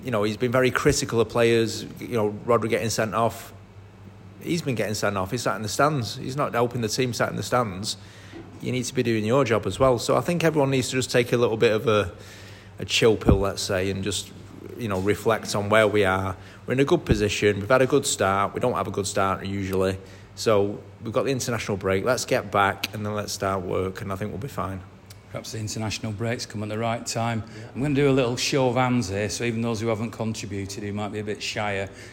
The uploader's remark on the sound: live at the Bury MCFC official supporters